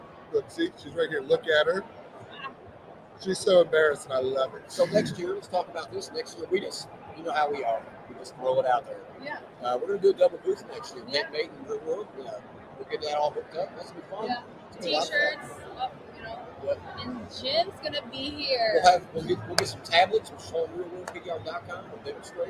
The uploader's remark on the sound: Live from Mobile Tech Expo 2024. We are live at the Mobile Tech Expo in sunny Orlando Florida at the Gaylord Palms Hotel and Convention center. Listen as we grab random attendees and put them in our hot seat and ask the how the Expo is going.